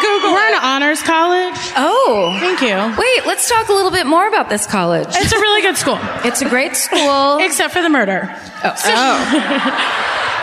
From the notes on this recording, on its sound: Live at the Lyric in Baltimore.